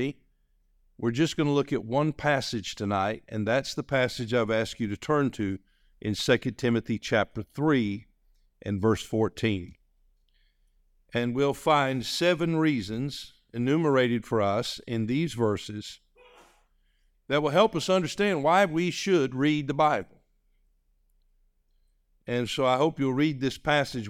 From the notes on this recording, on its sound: This message was delivered on January 7, 2024, during our evening service.